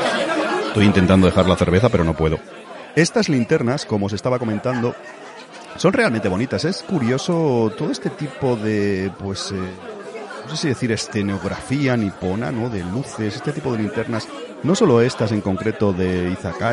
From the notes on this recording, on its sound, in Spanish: En el aeropuerto. Grabé junto antes de coger un avión pero...